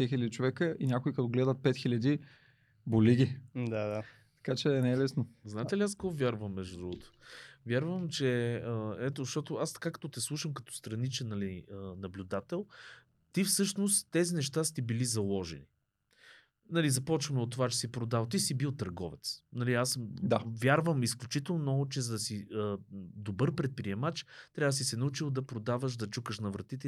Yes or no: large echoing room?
no